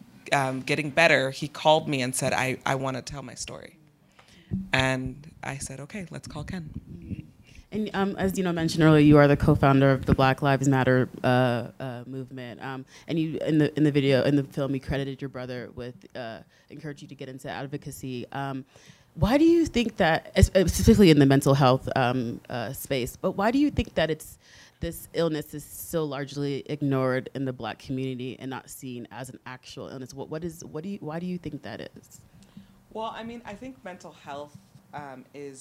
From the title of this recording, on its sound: Live from Sundance!